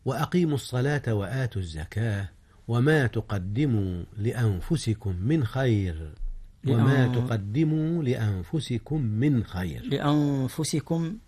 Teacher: إخفاء النون قبل الفاء إذ هي من حروف الإخفاء